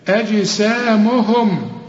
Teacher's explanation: هنقلقل الجيم واخد بالك ليه عليها السكون